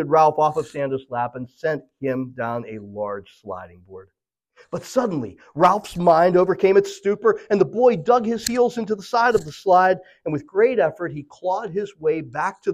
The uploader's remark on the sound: This message was originally delivered at Memory Chapel on Sunday April 23, 2023.